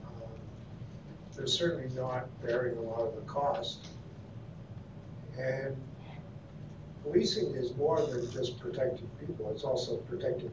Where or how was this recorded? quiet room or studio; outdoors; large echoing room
large echoing room